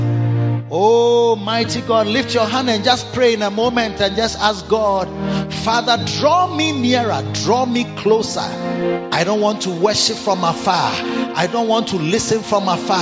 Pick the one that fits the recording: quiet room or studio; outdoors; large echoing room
large echoing room